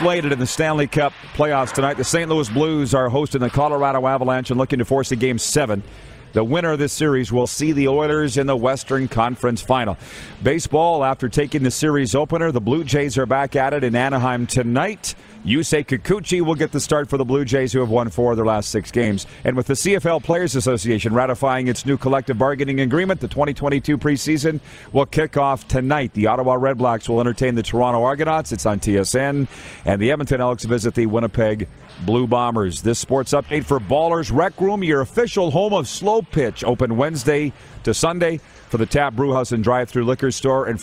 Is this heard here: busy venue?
yes